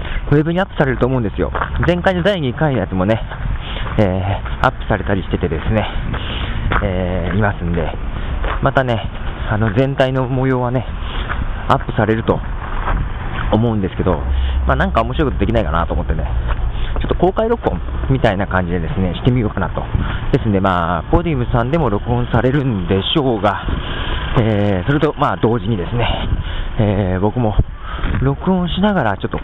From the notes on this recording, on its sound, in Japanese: 名古屋の雪。寒いのにわざわざ外に出て、しかも滑って転びそうなのに歩きながら録音するこの心理。わざわざ家から外に出て、歩き回りながらの録音です。